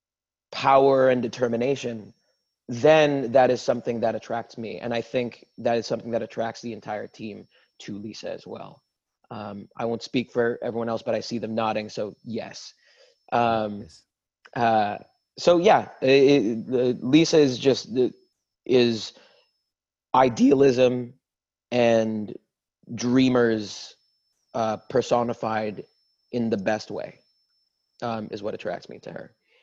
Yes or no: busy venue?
no